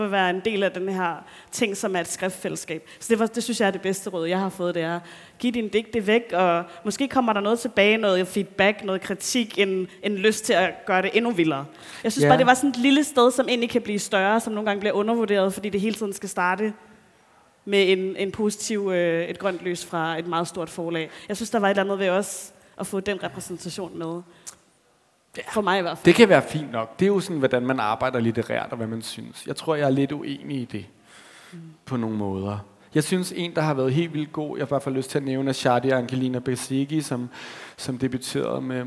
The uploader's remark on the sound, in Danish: publikumsarrangementet Månedens Forfatter på Københavns Hovedbibliotek